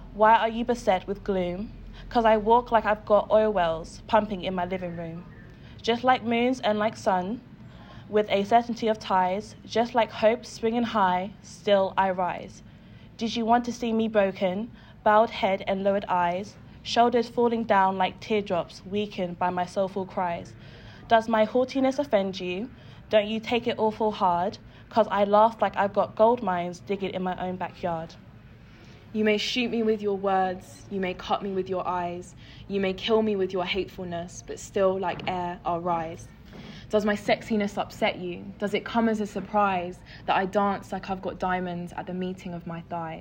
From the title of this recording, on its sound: Primadonna Festival live show